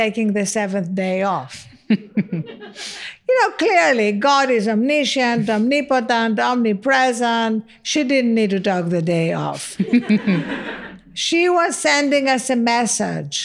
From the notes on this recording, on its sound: Recorded in front of a live audience at The Wing in New York's SoHo.